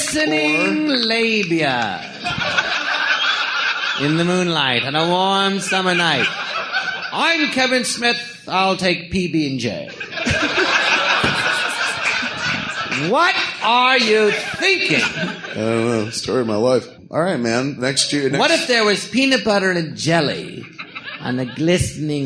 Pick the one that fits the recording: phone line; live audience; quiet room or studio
live audience